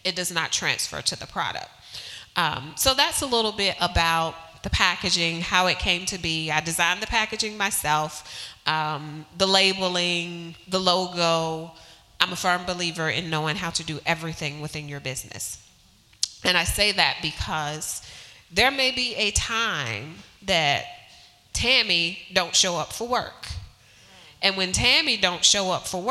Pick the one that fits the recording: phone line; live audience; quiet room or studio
live audience